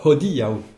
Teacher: Donc, ce qui est assez difficile, c'est de prononcer le H aspiré tout en respectant l'accent tonique sur le di